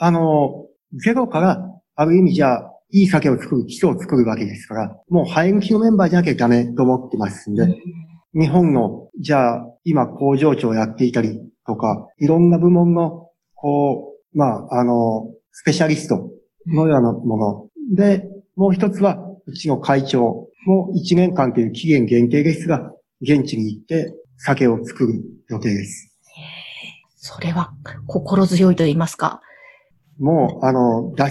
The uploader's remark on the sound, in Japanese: Zoom・オンラインでインタビュー収録をしています。